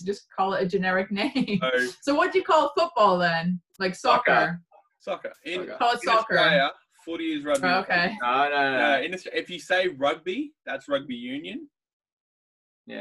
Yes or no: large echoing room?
no